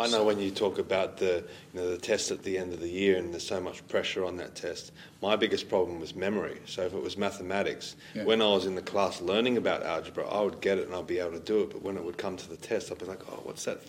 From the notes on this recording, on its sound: We are at the 2022 ALS Friedman Conference – Australia’s biggest and best pro-liberty conference.